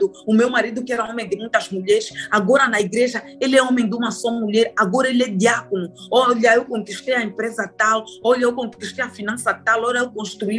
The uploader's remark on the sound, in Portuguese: GRAVADO VIA ZOOM